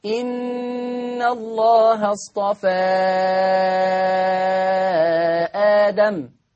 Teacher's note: هذا المد مد منفصل، منفصل في حفص عن عاصم يقرأ بمقدار 4 حركات، عند ورش يقرأ بمقدار 6 حركات